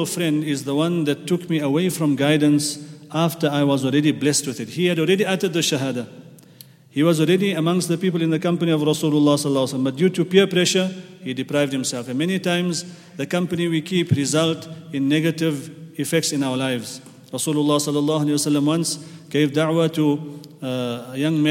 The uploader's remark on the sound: at the Houghton Masjid (West Street)